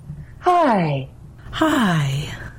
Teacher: It's light, it's breathy. And we talk to babies and pets here. · Term: air